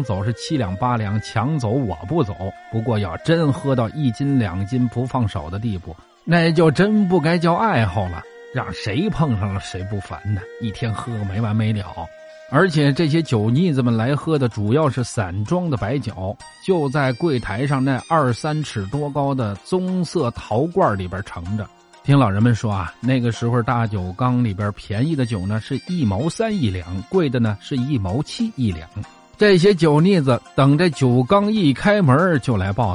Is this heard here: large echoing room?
no